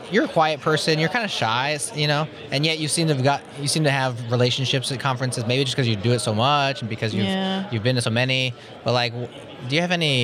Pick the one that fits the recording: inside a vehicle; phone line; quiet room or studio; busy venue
busy venue